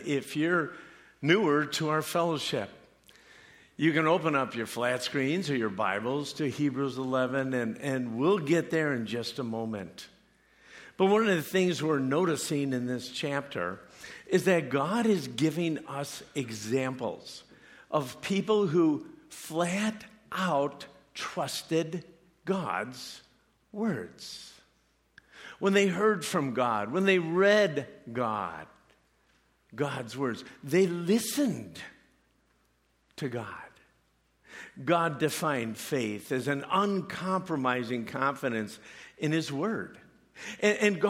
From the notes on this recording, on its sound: preached this message at CrossPoint Church